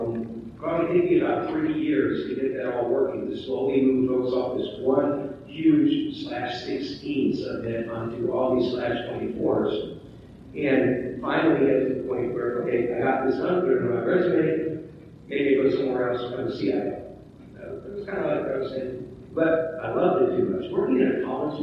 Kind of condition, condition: fault, poor sound quality